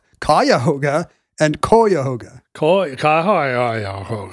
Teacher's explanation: you can pretty much use any vowel for the first syllable of Cuyahoga? Webster's recommends Cuyahoga first, followed by Cuyahoga, schwa, yeah.